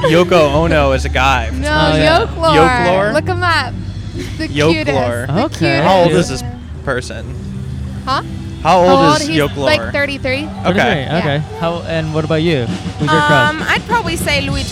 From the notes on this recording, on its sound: At A Haunted Hayride. Recorded on 9/29/23 at The Haunted Hayride at Griffith Park in Los Angeles, CA.